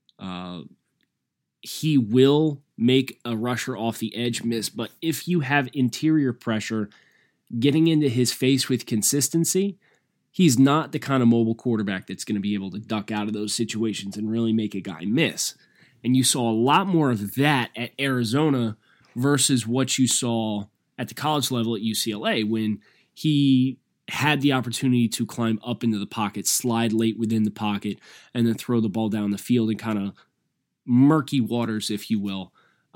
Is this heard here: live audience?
no